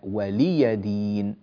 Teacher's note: نكسر اللام ونفتح الياء